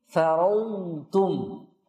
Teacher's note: ingat walaupun dot itu tebal, jangan sampai antum terbawa menebalkan juga huruf ta setelahnya, yang mana dia huruf istifal.